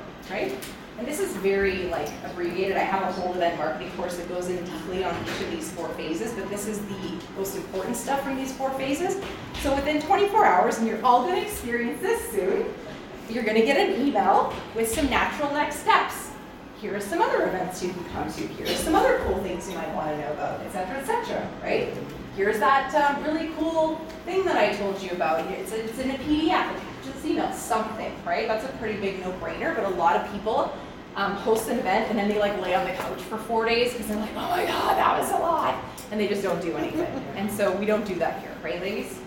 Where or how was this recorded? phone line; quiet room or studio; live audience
live audience